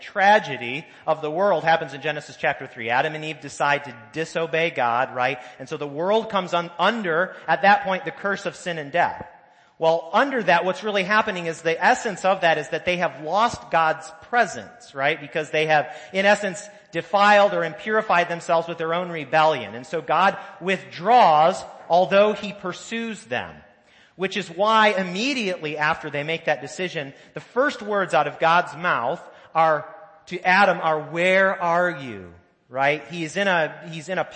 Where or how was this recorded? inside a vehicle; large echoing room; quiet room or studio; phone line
large echoing room